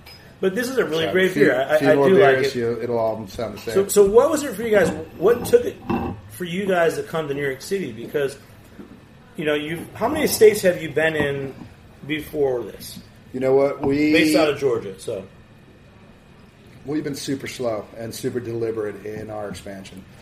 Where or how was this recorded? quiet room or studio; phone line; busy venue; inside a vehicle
busy venue